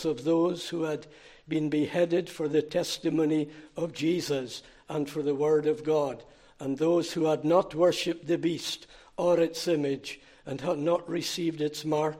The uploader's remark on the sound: Recorded at North Harris Free Church on the evening of Sunday, 23 June 2023.